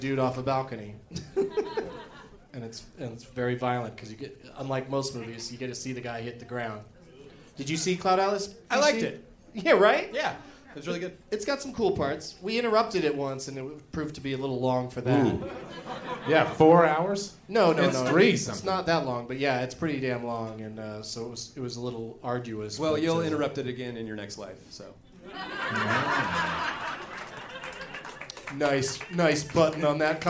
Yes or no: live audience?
yes